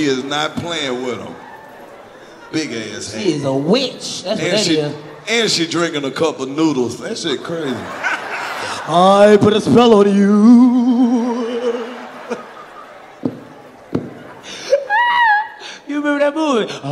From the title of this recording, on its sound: The Augusta Live Comedy Special